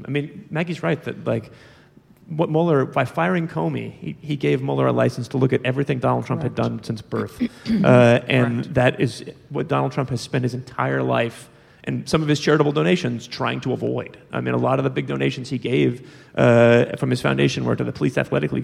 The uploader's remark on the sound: at the 2017 Texas Tribune Festival in Austin